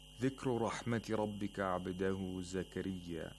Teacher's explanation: Dhikru, the ra has tafkhim.